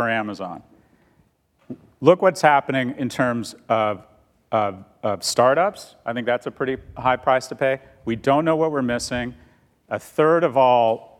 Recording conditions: live audience